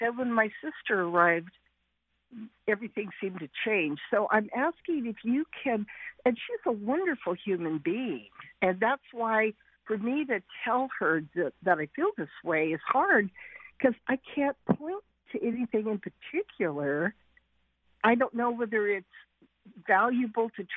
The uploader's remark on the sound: we're celebrating with a call-in show today